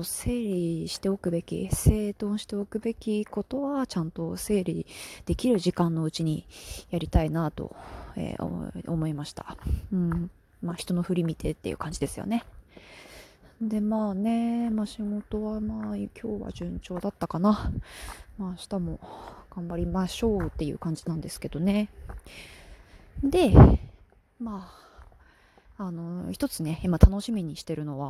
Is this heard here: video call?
no